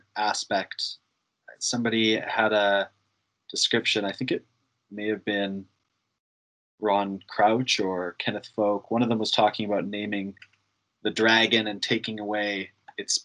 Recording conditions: video call